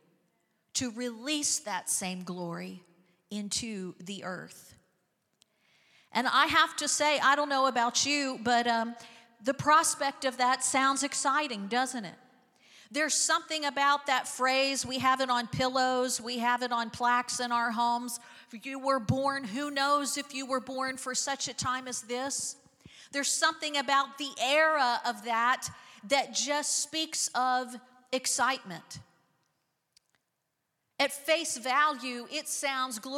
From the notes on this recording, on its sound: Recorded live on 5/7/23.